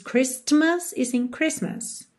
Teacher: Christmas, você repara que não há som da letra T.